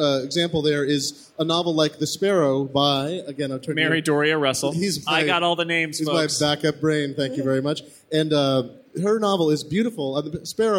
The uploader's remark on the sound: Live from the Macworld |iWorld Live Stage